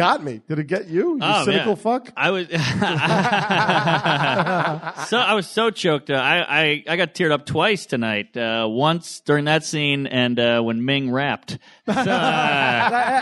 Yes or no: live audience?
yes